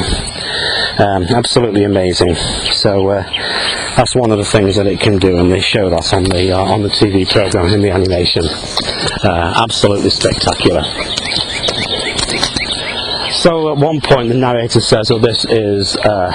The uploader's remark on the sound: While out walking his dog.